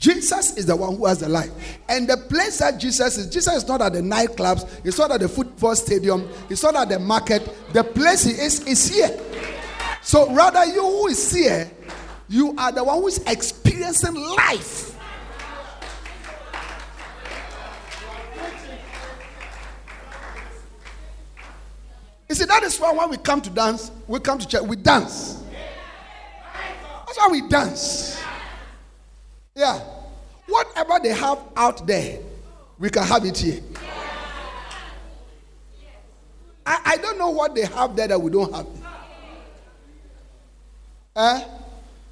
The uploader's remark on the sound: Preached At The Restoration And Thanksgiving Convention